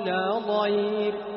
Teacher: لينة لأن الياء ساكنة ومقابلها مفتوح